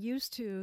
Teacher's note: the D just kind of gets silenced, and the same thing happens with supposed to